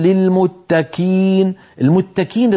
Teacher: لما ينطق القاف المكسورة يأتي بها قريبة من الكاف، يعني ليس الموضوع موضوع تفخيم وترقيق، نقل للمخرج من مكان إلى مكان.